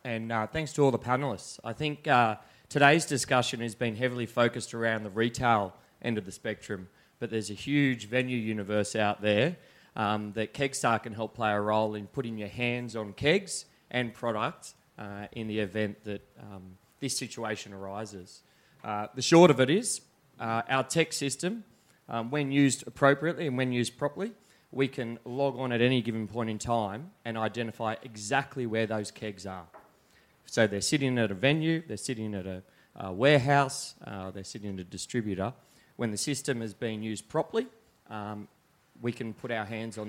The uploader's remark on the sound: During the recent Good Beer Week in Melbourne, the Cryer Malt trade hub at BeerDeluxe was once again a focus for the brewing industry with a number of important trade discussions taking place. Brews News was able to be there to record some of these panels. This panel, hosted by Brews News.